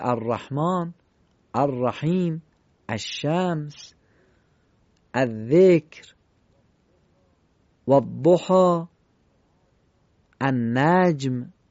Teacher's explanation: اینجا لام قبل از تشدید رو نمیخوانیم، چون لام قبل از تشدید نشانه اینه که لام در حرف بعدش ادغام میشه و ناخوانا میشه